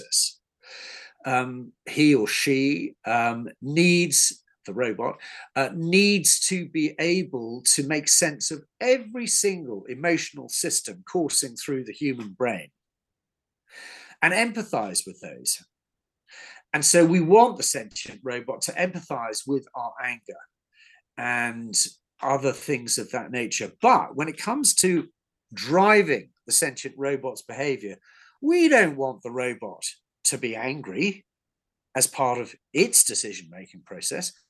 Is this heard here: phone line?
no